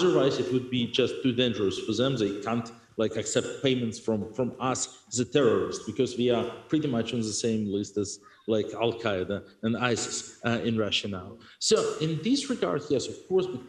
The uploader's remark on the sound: Recorded at the 2022 Oslo Freedom Forum.